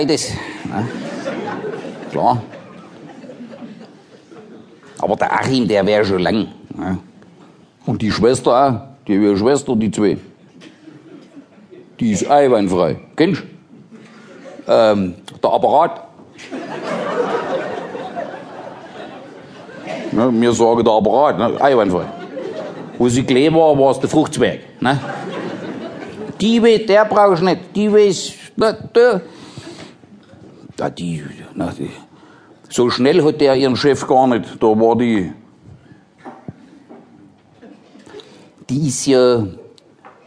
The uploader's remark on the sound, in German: Sein neues Programm live aufgenommen in der Käs in Frankfurt.